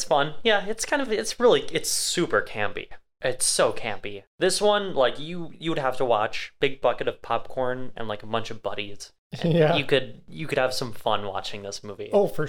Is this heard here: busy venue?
no